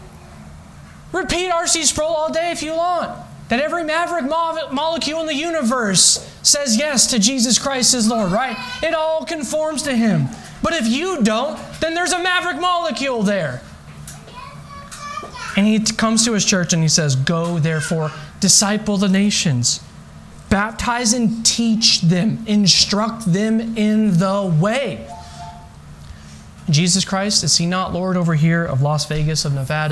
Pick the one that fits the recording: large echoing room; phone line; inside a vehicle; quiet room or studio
large echoing room